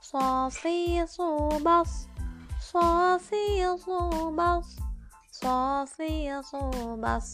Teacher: berdasarkan keluarnya nafas termasuk dalam hamas berdasarkan keluarnya suara termasuk ke dalam rokhwah